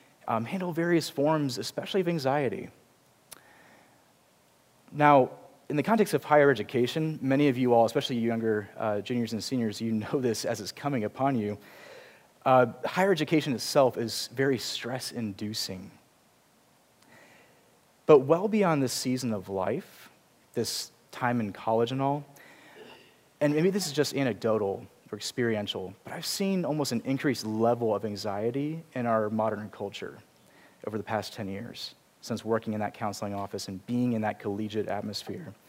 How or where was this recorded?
large echoing room